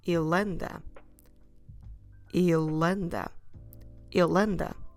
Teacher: that's an unstressed E, so we should drop it. So instead of saying il and that it's hard to pronounce, you can completely drop it and then it sounds like ilenda.